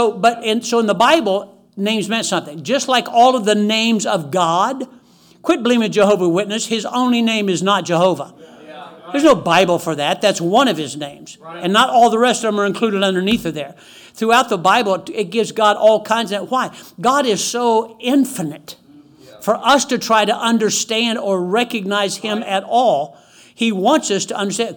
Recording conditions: large echoing room